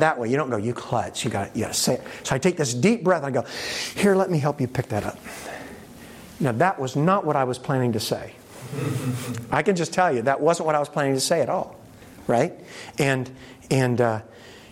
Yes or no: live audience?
yes